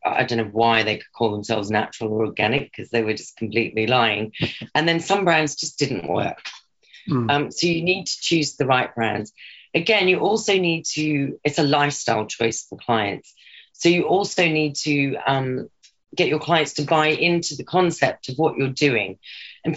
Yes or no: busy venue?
no